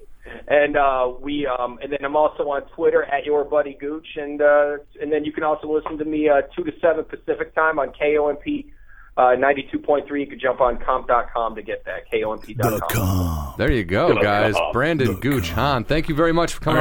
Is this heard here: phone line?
yes